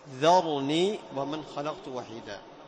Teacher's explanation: باستفال الذال وتفخيم الراء